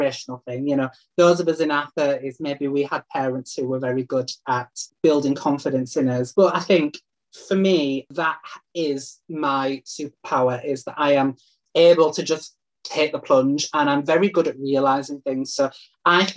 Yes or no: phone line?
no